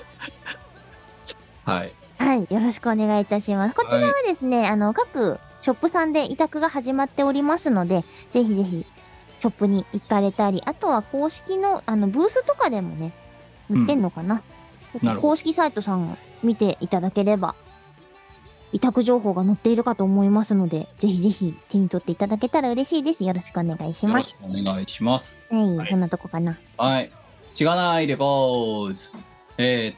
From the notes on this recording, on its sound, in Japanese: 本番組はリモート収録です。収録時環境の影響により、全体的に聴き取り辛くなっております。途中で色々とノイズ等入りますが、収録時のものです。